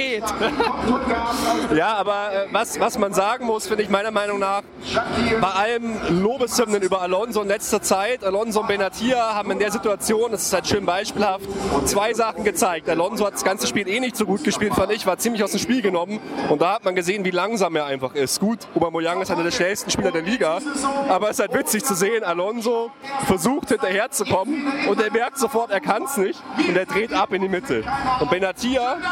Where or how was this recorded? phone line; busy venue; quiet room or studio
busy venue